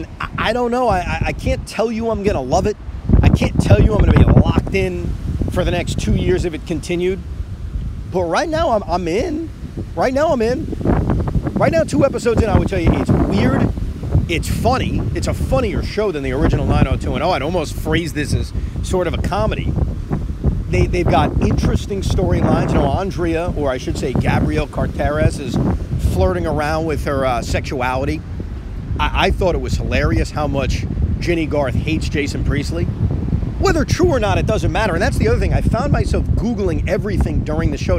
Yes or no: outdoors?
yes